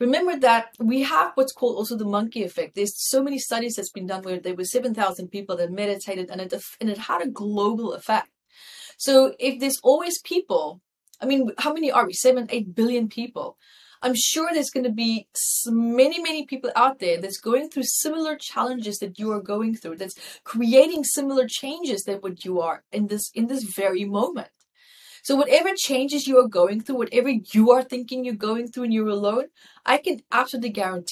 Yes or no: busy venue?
no